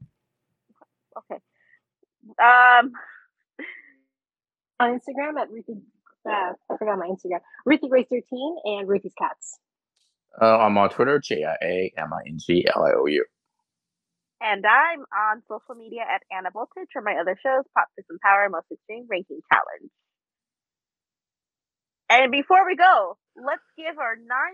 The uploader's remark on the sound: Why is the audio misbehaving? Is it time to get a new Zoom audio recorder? This is probably the last episode recorded via the “Zoom H6 6-Track Portable Recorder” that The Stuff and Junk Show have been using for 8 Years now.